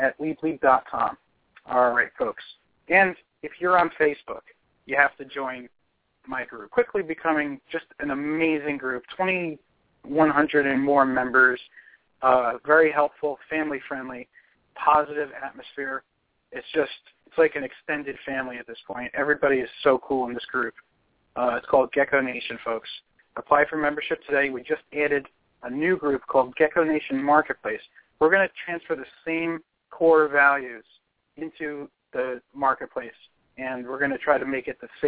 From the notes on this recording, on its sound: In this episode we will host an evening of open lines. We may even make a few of our own phone calls.